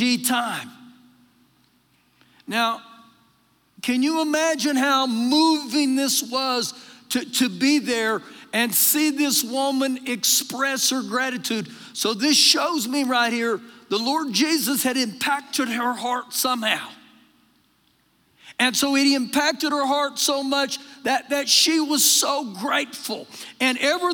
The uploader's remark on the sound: Recorded live during our Sunday morning service